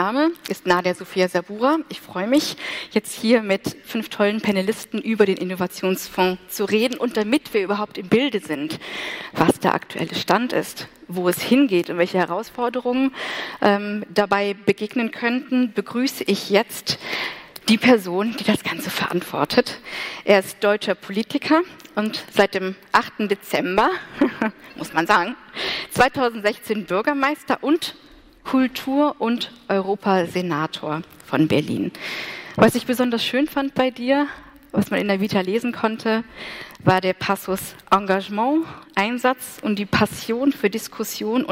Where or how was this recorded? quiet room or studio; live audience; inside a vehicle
live audience